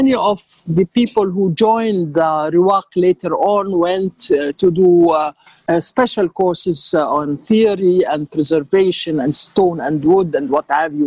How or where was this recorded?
video call